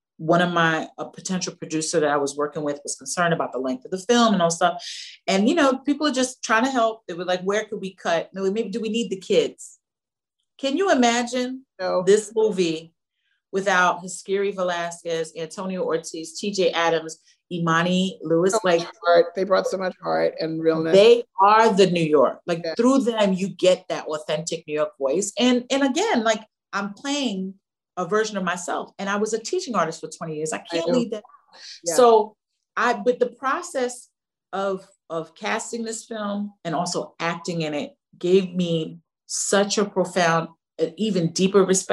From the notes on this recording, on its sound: virtual Q&A